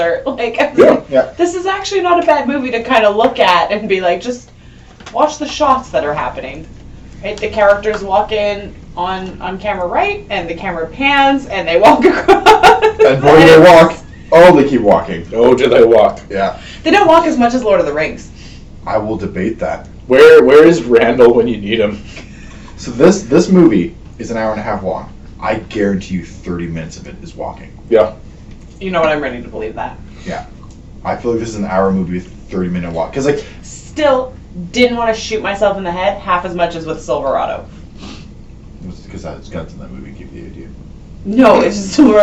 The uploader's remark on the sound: Oh and we might have messed up and recorded the whole thing using the computers mic instead of our actual microphones.